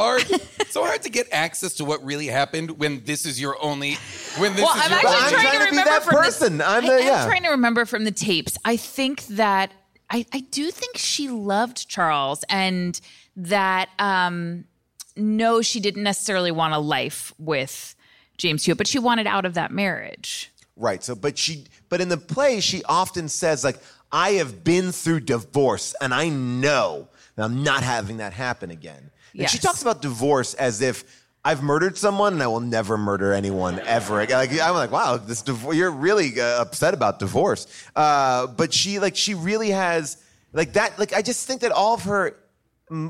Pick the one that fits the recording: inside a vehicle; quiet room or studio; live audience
live audience